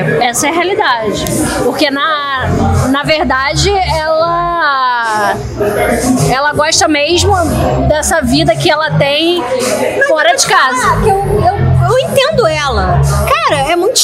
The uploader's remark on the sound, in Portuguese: diretamente do Booze Bar, na Lapa